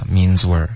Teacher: Okay,这个 this means 的这个 z 的这一段呢可以稍微放松一点。This means we're,这个 means 的 z 跟 w 连发